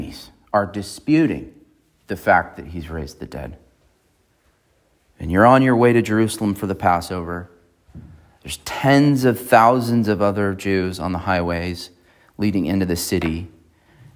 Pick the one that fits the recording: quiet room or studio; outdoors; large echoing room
large echoing room